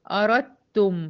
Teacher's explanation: دخلت من الريه على التاء المشددة على طول، الدال ما اتنطقتش في الكلمة دي · Term: إدغام متجانسين